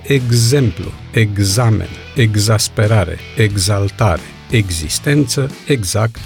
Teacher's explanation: Dacă X este încadrat de vocale, la majoritatea cuvintelor de acest tip trebuie să se audă un G și un Z